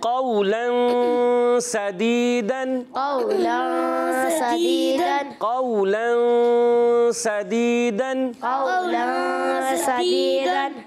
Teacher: تنوین کے بعد آ گیا ہے سین، تو اس لیے غنہ کریں گے